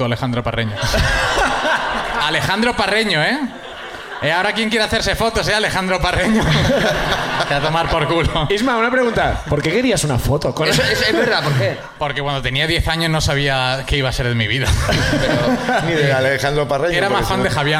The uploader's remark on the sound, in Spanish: El público de Madrid también sube